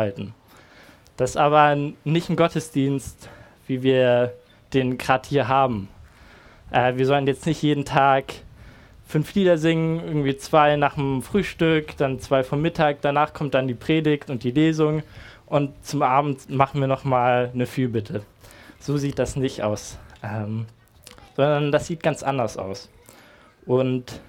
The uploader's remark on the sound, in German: Predigt im Rahmen des GreifBar+ Gottesdienstes